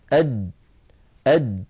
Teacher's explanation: شديد يعني لا يجري معه صوت، أد أد. فلو قلنا أد نجد بأن المخرج ينقفل تماما، مخرج الجيم من هنا من وسط اللسان وليس من طرف اللسان، من وسط هنا.